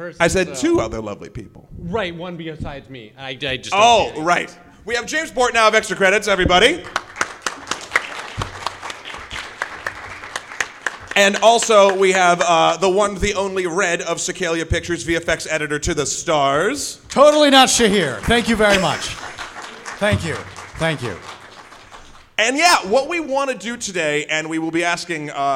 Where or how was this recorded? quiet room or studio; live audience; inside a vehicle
live audience